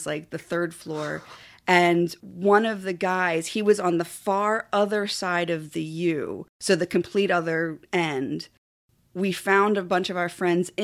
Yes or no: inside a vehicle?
no